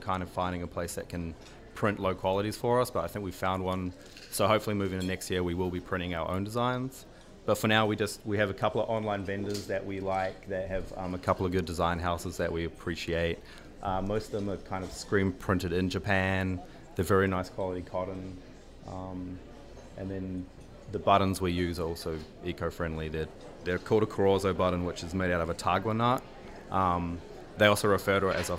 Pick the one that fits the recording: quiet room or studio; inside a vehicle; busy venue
busy venue